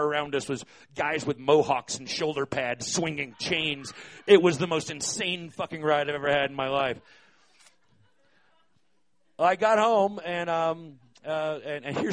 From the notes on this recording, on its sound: These stories were recorded by our good friends at The Denver Diatribe at Deer Pile on February 21st, 2013.